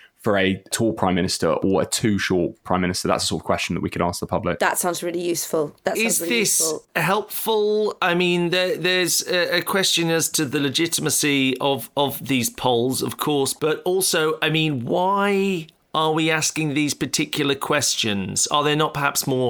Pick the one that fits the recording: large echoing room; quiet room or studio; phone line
quiet room or studio